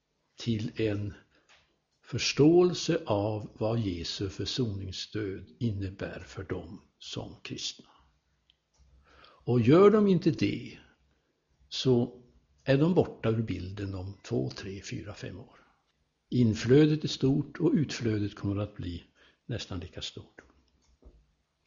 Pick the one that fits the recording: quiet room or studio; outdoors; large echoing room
large echoing room